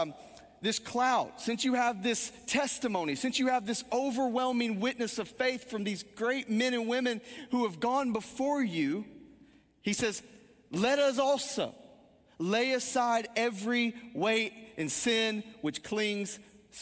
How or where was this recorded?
large echoing room